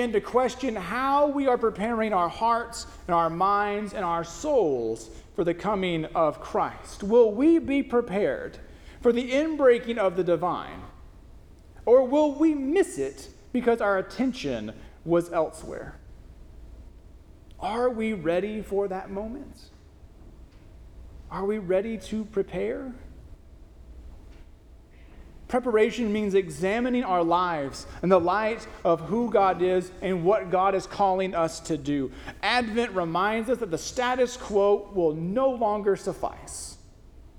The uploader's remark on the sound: First Christian Church (DOC), Longview, Tx